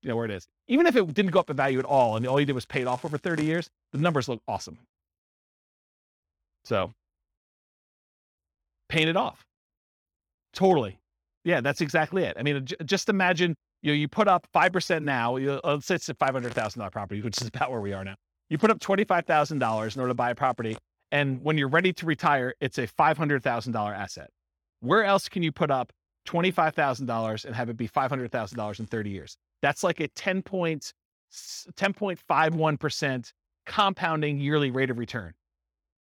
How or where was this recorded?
live audience